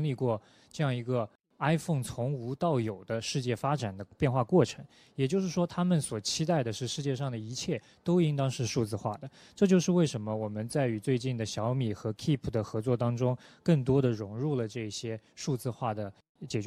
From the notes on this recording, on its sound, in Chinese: 在 UCAN 2019 阿里巴巴设计大会的现场